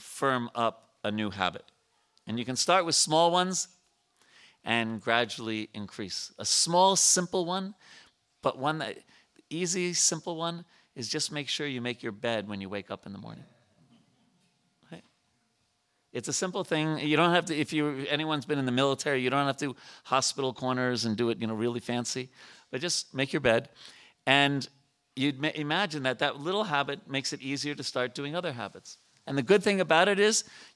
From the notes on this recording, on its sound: at the ISKCON temple in Potomac, Maryland.